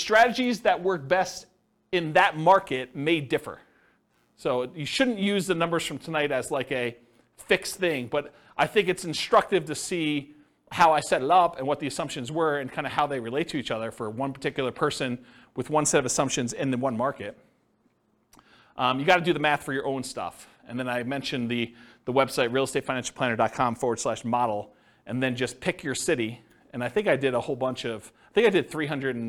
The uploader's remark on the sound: This was a live class recorded.